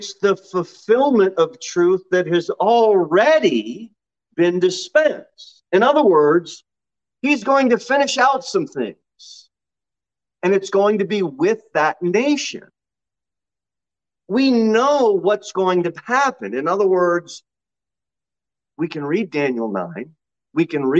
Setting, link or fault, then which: setting, large echoing room